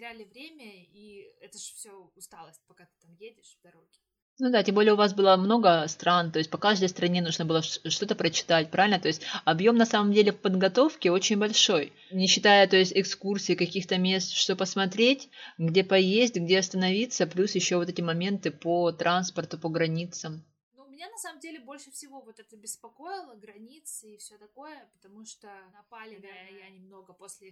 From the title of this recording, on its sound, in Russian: Осторожно! Плохой звук